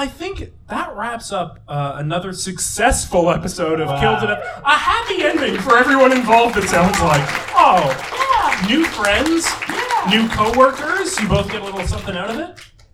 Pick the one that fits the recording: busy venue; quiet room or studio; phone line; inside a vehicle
busy venue